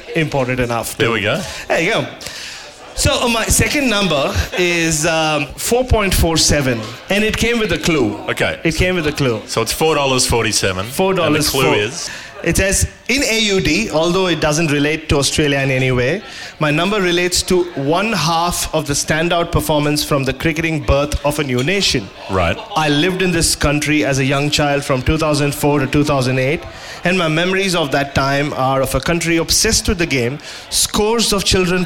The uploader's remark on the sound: Live in Adelaide. This show comes to you LIVE from the Arkaba Hotel in Adelaide, the evening after the West Indies Test, with a room full of people who were split about 50/50 in terms of being there for the show or being confused by the show.